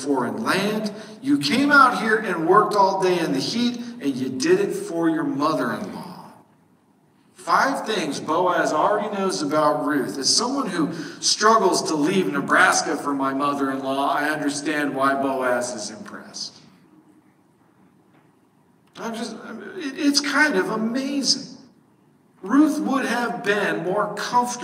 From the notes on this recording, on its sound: While "recorded in the bathroom" isn't really what we're going for in our sermon recordings at SBCne, sometimes things just don't work like they're supposed to.